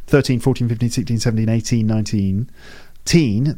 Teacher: they've got teen at the end. It's a longer sound in the second syllable.